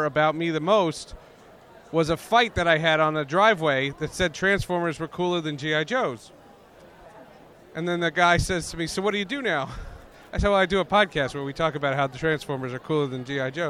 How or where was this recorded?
busy venue